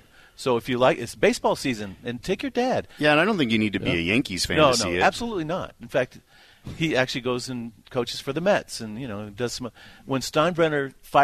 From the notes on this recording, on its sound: broadcasting live from The Megaplex in Sandy